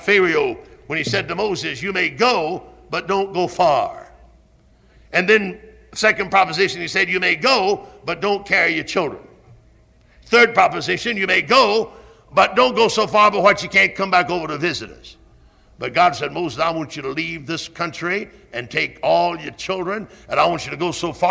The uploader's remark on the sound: Originally preached at Tabernacle Baptist Church in Greenville, SC on January 27, 1974.